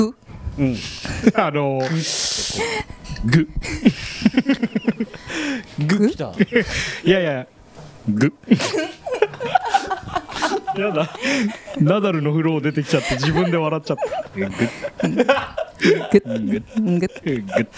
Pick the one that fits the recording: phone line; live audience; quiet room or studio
live audience